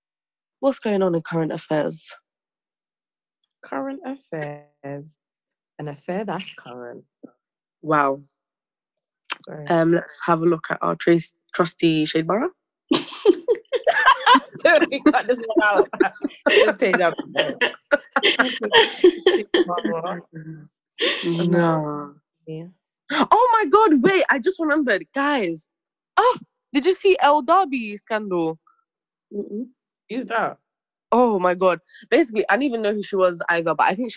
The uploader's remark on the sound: Firstly, we’d like to apologise for the quality, the call was done over zoom due to our very busy lives.